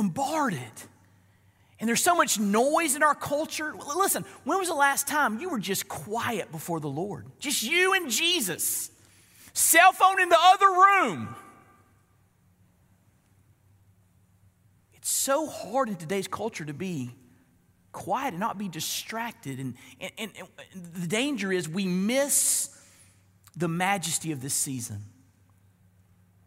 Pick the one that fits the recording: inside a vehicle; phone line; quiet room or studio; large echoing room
large echoing room